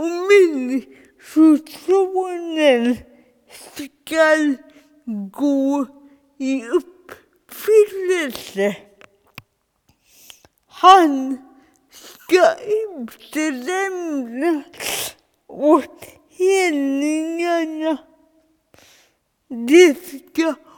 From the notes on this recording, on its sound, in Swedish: Gudstjänst 14 februari 2021, ljudfil.